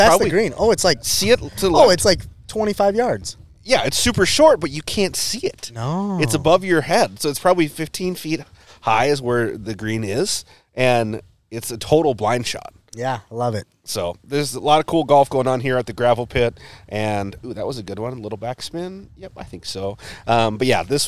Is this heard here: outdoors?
yes